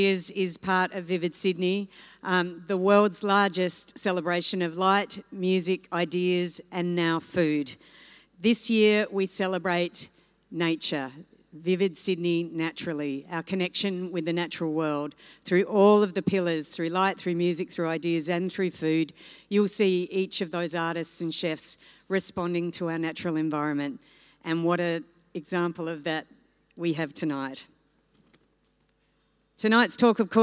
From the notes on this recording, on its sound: Recorded live at the Australian Museum.